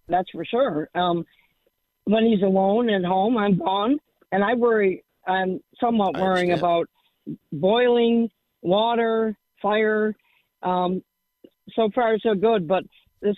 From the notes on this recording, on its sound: Takes your phone calls.